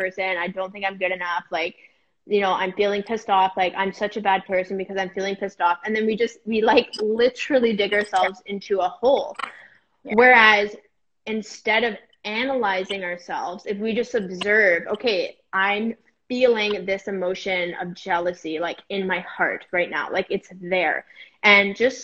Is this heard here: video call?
yes